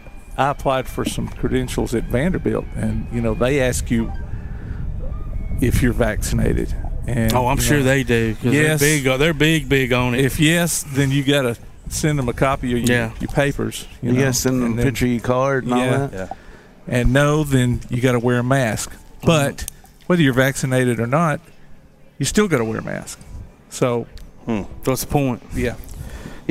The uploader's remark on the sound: Live at the Elkmont Car Show